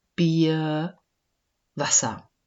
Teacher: Am Ende des Wortes spricht man das R fast wie ein A.